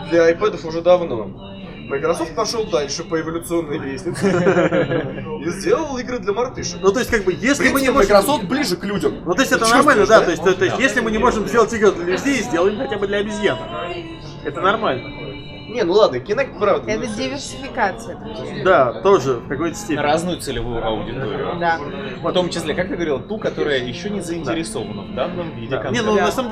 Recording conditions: poor sound quality